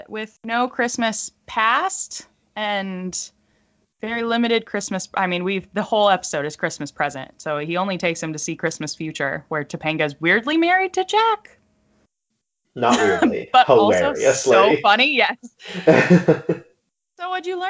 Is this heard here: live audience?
no